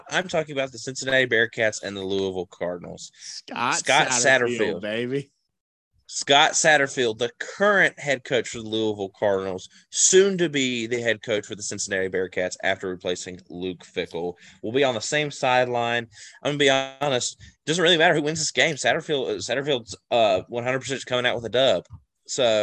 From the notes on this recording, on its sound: talk smack from a Zoom call